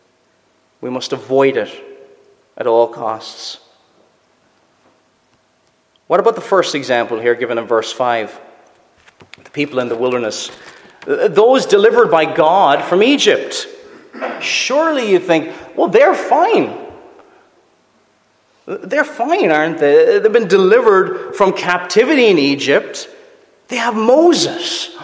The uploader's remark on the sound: Preached at Rathfriland Reformed Presbyterian Church